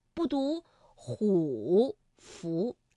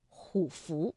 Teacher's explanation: 个符是一个二声字，那么前字虎啊就不能再读214了，而要读21 · Shown in: second take · Term: 变调